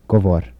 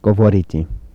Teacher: Devoicing of alveolar trill in word final position. · Shown in: first take